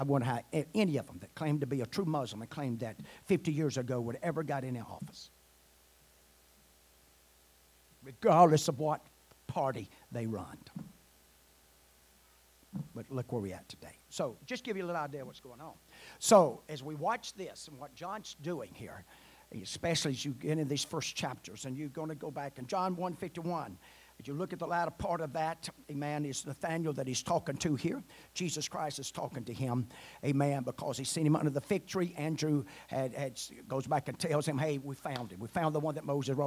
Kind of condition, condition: setting, large echoing room